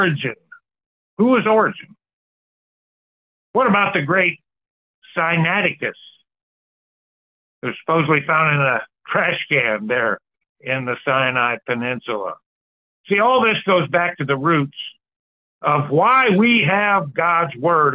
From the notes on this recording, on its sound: Church Call in Bible Study